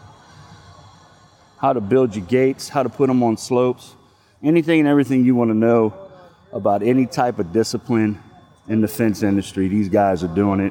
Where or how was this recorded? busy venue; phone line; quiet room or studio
busy venue